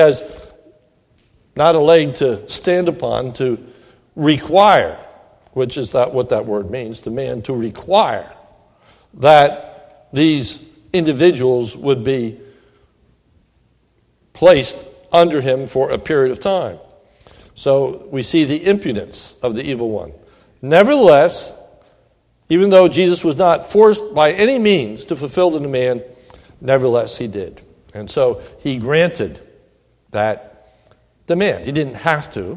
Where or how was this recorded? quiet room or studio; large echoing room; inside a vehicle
large echoing room